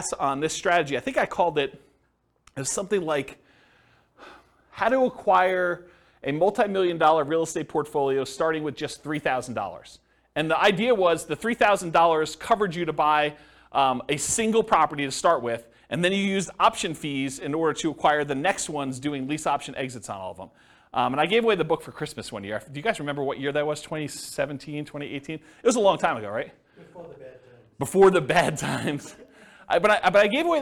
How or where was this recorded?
live audience